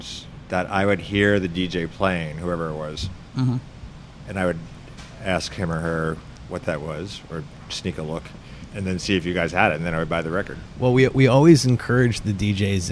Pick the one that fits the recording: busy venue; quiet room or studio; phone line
busy venue